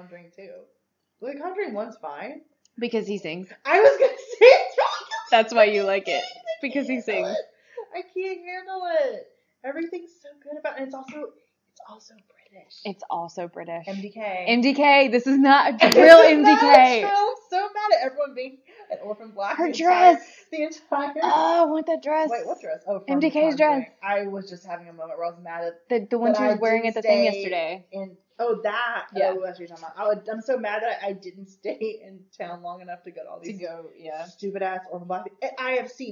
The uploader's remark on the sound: Excuse the audio this week. We're working on getting a better program for recording while we're together.